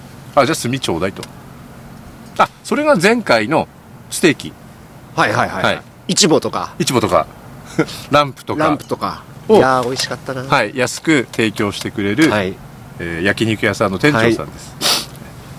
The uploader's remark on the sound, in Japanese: 現地でCAMP飯編］大池公園キャンプ収録スタートです！大池公園でキャンプしながら現地収録しました。福島。